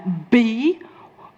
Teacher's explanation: Bi is two, labial is a lip. So I'm using two lips, that's the place of articulation to create a B. · Term: bilabial sound